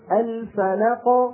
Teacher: كل الذي يحدث أن طرفا مخرج القاف يبتعدان عن بعضهما · Term: قلقلة